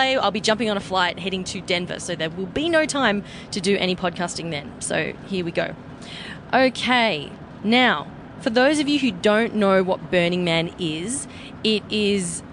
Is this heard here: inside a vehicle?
yes